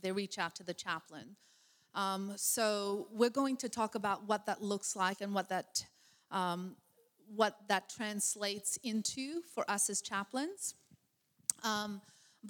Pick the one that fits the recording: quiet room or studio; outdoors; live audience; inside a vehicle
live audience